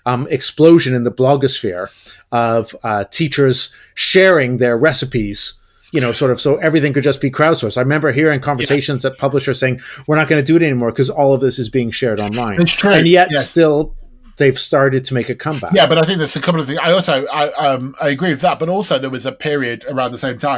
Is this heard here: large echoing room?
no